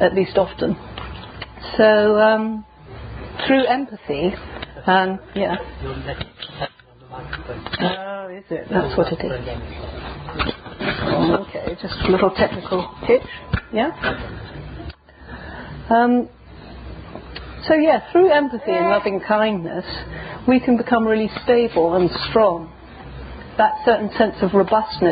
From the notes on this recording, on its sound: Given in the Dharma Parlour at the 2010 Buddhafield Festival in Somerset, UK.